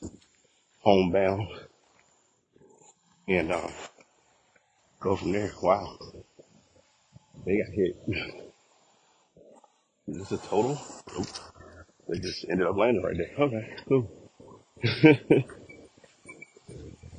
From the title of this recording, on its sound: Walking Recording